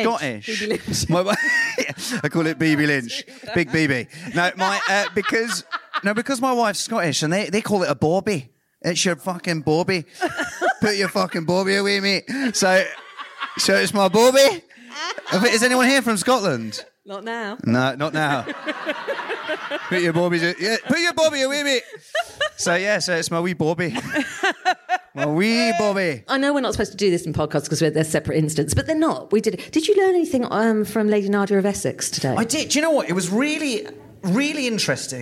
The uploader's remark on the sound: live at The Phenic Arts Club in London.